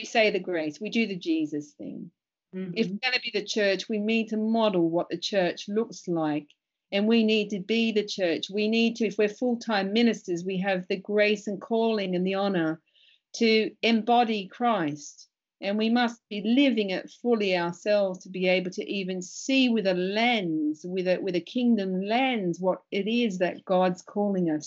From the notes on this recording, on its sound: Because it was internet video chatting, be prepared for occasional sound quality issues.